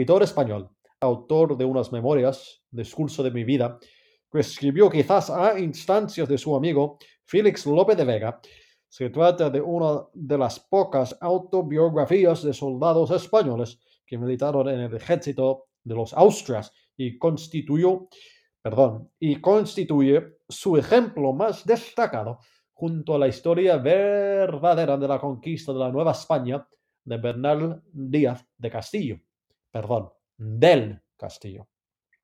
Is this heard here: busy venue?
no